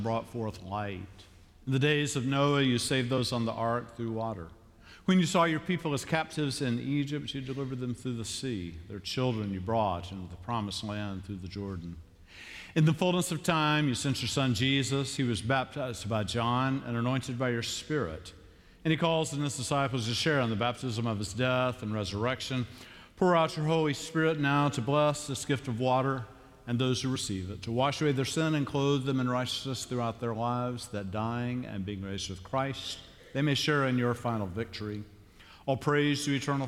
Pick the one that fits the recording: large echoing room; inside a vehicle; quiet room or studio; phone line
large echoing room